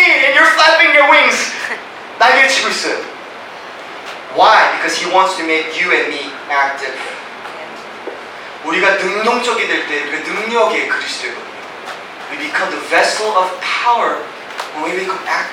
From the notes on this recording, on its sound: (POOR AUDIO QUALITY). We apologize for the poor audio quality due to technical difficulties.